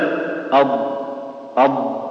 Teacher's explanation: مثلا الضاد، نقول الضاد رخوه ومستطيله، مستطيله يعني انها يمتد الصوت فيها